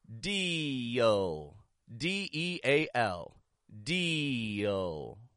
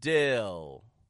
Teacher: It's unmoving, it's static in its position, and it doesn't use the Y glide. Deal, deal is a moving sound, and it releases a crystal clear Y glide.